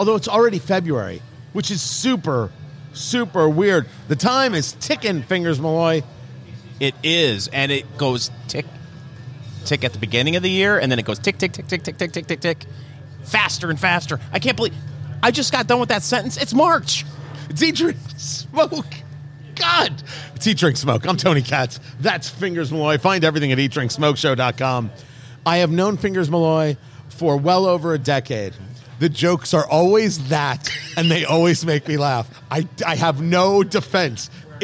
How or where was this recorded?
busy venue